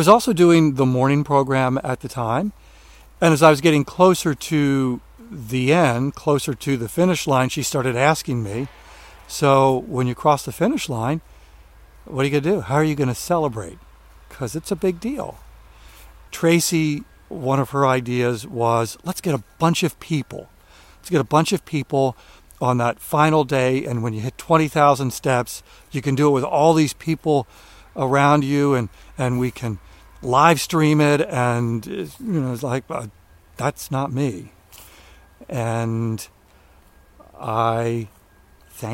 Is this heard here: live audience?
no